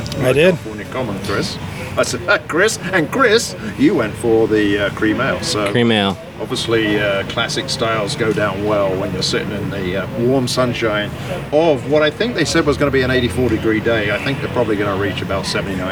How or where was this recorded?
outdoors